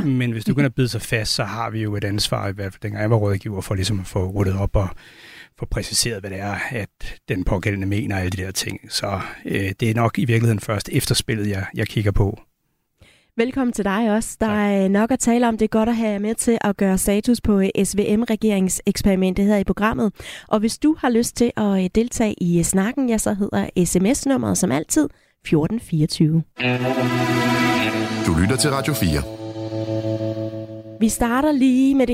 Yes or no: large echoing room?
no